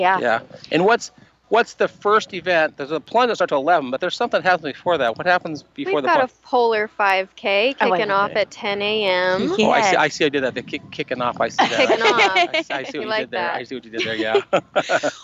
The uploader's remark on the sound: LIVE at the Polar Plunge